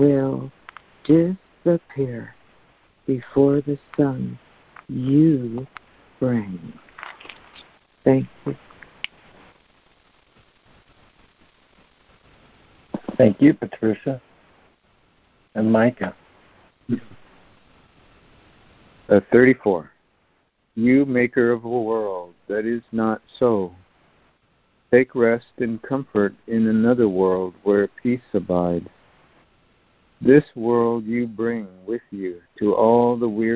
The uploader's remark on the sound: ACIM Daily Conference Call